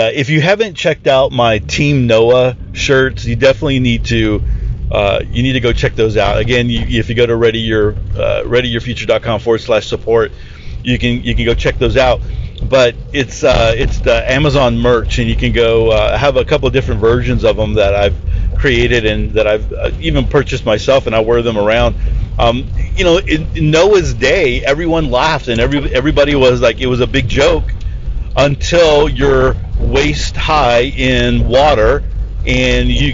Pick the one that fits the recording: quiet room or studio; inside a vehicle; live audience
inside a vehicle